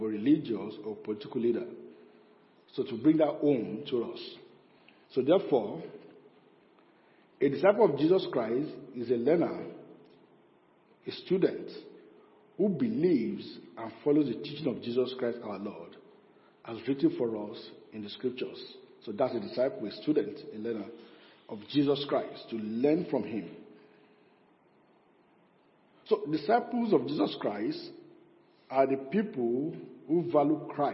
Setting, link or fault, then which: setting, large echoing room